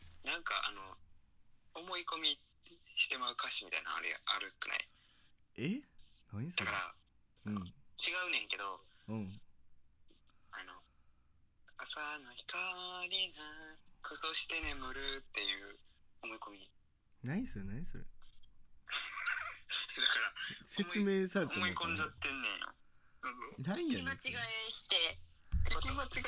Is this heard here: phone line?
yes